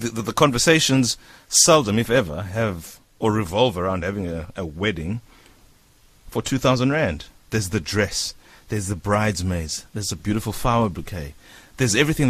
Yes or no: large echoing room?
no